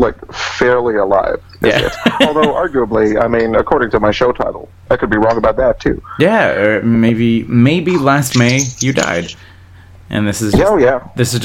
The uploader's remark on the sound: on the phone from Orlando